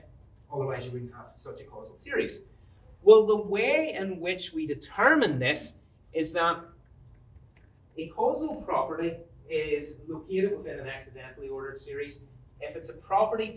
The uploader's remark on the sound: This lecture was given on March 29, 2023 at Trinity College Dublin.